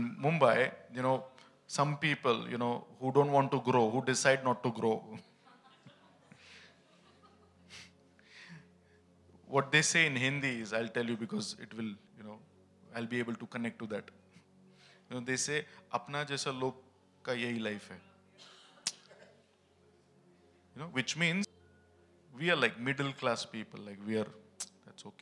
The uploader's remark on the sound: ministering at HISnearness Church, Bangalore at the Celebration Service